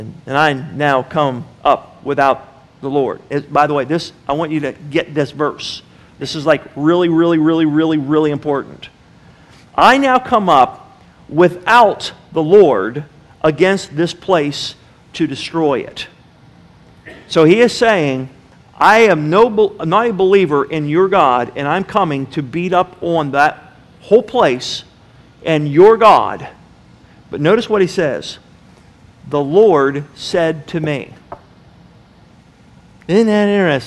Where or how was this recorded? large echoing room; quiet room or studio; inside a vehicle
large echoing room